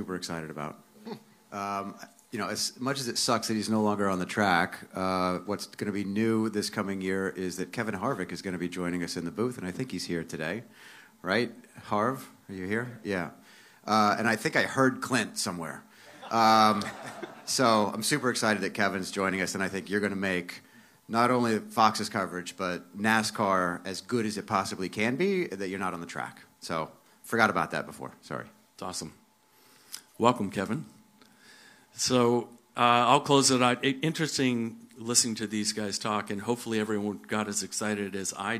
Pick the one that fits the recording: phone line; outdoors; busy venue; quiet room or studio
busy venue